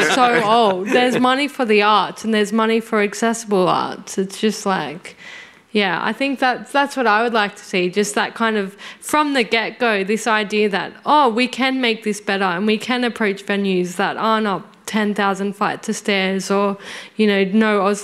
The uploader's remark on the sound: In a special collaboration with Melbourne International Comedy Festival. Presented in partnership with Melbourne International Comedy Festival. This event was recorded on Wednesday 5 April 2023 at the Wheeler Centre.